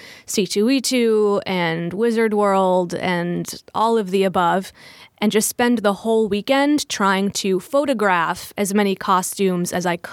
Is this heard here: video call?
no